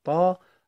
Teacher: طه طاء هاء ولكن تلغى الهمز فتقرأ طه، فيكون حرف الطاء وحرف الهاء مركب من حرفين، وهي قد